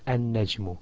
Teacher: you remove the lam and you join the a with the first letter after it with a shadda · Term: huruf ash-shamsiyya